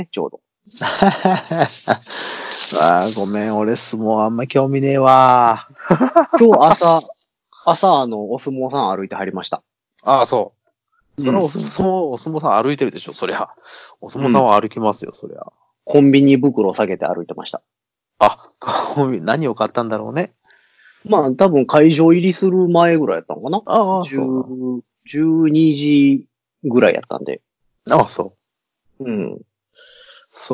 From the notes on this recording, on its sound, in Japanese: 久しぶりにSkype収録となっております。音質申し訳ない。